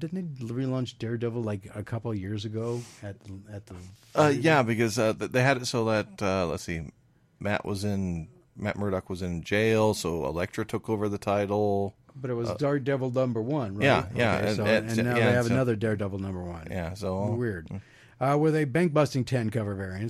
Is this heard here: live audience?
no